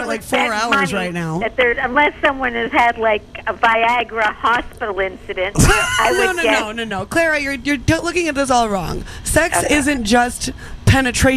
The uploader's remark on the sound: He's heading off to the Burning Man event soon, here are a couple of phone calls he made to his mother at the event.